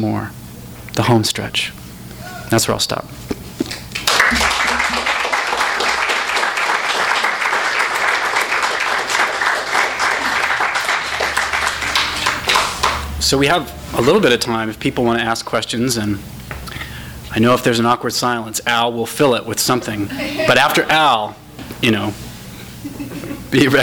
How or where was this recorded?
live audience